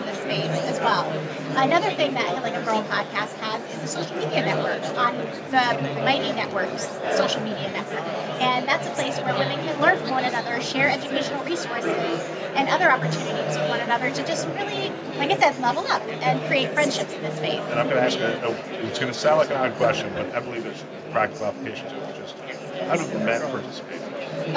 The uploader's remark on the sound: it’s an Interview in Action live from HIMSS 2023